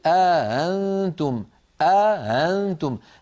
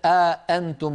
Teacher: بإدخال ألف بين الهمزتين مع تسهيل الهمزة الثانية · Shown in: first take